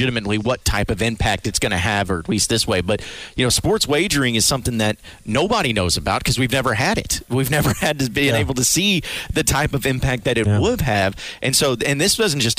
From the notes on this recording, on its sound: kick off SEC Media Days LIVE from Hoover